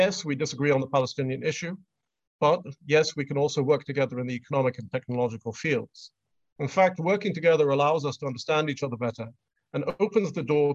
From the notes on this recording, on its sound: This public lecture was conducted online via Zoom